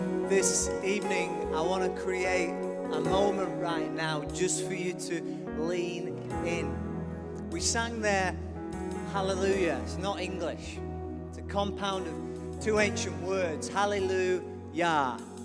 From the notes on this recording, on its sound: recorded live at Life Church Lancashire on Sunday 20th December 2015